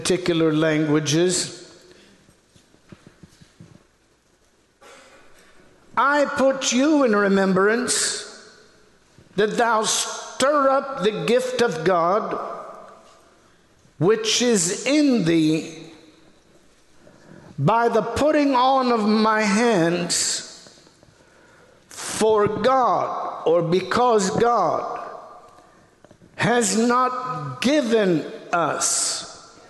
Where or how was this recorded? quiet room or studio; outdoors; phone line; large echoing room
large echoing room